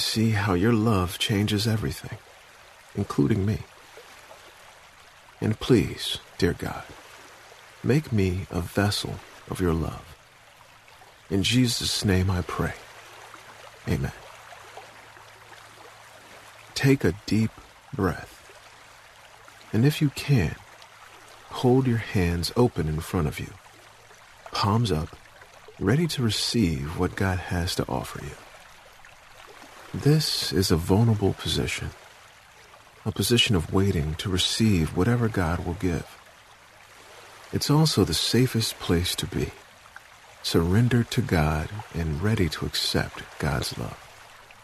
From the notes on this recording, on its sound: Relax to the sounds of a running river.